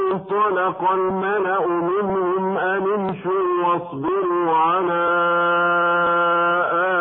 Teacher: ونعيد القراءة مرة أخرى بكسر النون من حرف أن قبل الفعل، وذلك لالتقاء الساكنين